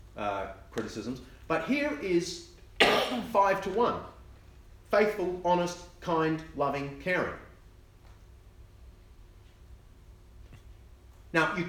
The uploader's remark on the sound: keynote lecture from the Veritas Research Symposium at Gimlekollen College, NLA University, October 2019